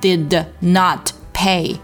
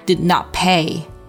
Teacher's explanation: did 和 not 都需要做失爆处理 · Shown in: second take